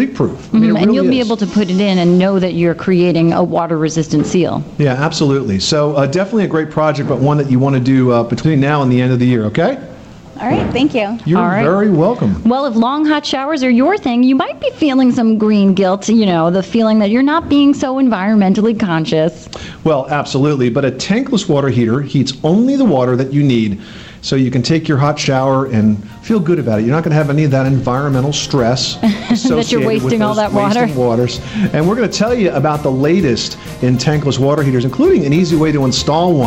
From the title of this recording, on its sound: Live Broadcast from the Craftsman Experience